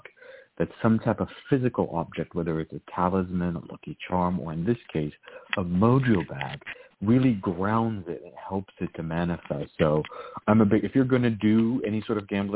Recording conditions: phone line